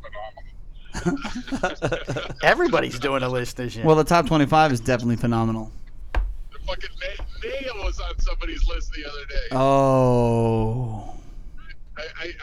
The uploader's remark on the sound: We make a very special birthday phone call